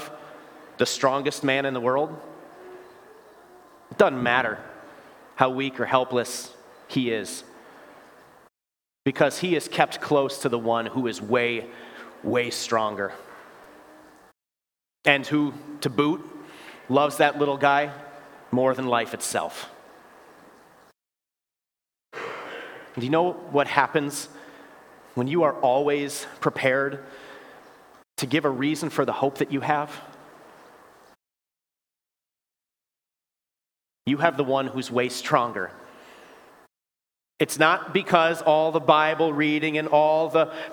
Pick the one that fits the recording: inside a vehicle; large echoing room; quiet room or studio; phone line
large echoing room